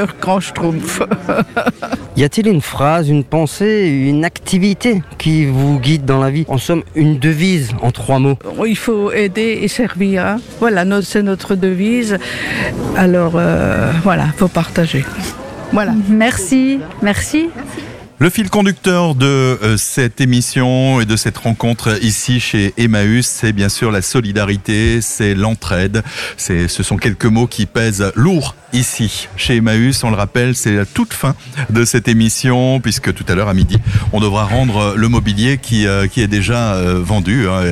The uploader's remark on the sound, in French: Emission en direct depuis la salle des ventes de la communauté Emmaus de Scherwiller (Centre Alsace) à l'occasion du festival compagnns d'encre